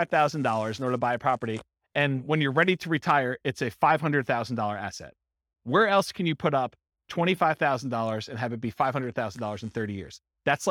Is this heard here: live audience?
yes